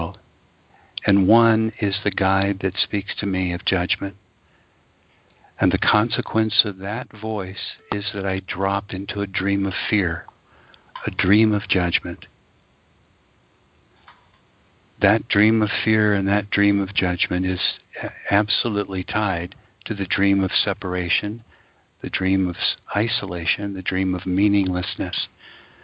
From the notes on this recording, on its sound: ACIM Daily TEXT Conference Call.